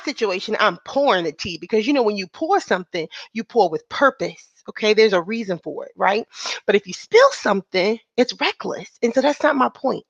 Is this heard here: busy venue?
no